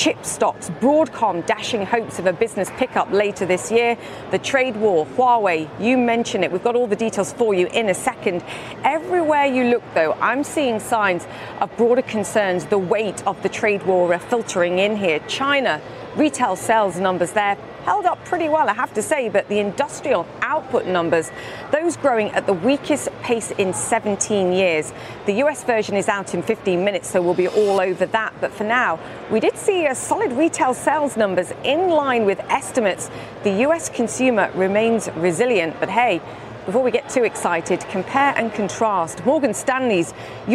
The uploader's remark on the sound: live from the New York Stock Exchange.